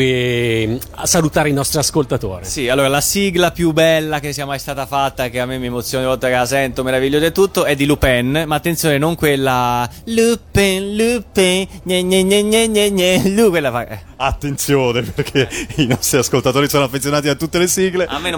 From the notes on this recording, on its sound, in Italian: Da Etna Comics 2016 la nostra intervista